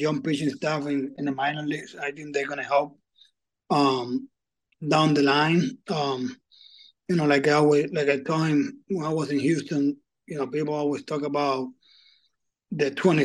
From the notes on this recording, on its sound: Met with the media. In the Zoom call.